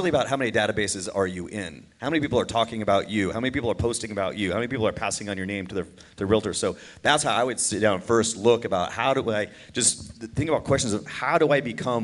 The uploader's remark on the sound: Full panel discussion from the KFAI 2023 event.